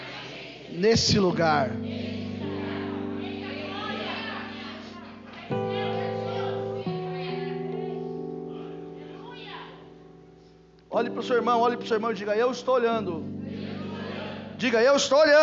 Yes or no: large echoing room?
yes